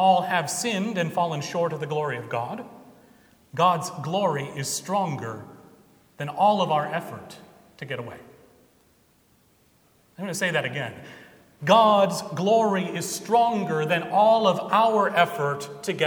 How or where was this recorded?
large echoing room